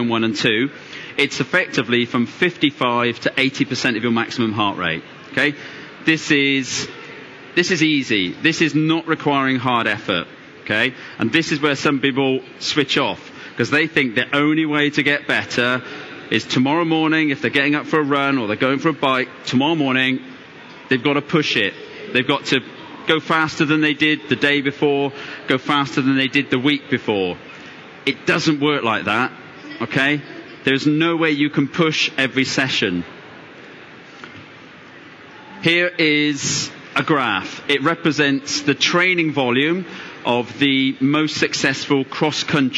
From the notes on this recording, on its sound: Recorded at the London Tri Show